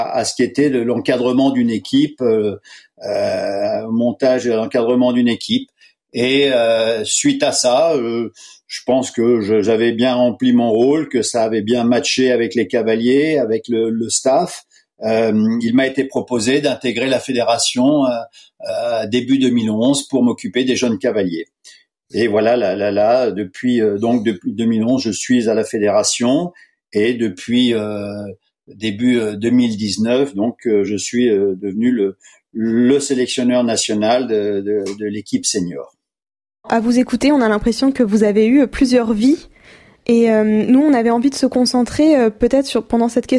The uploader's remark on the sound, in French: Pour la première fois depuis le lancement de ce podcast et confinement oblige nous avons enregistré ce nouvel épisode à distance.